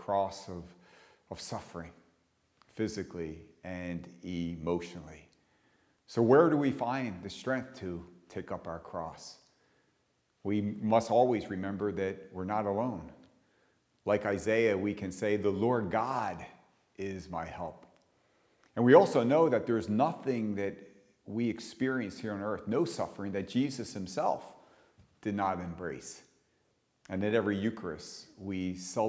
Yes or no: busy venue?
no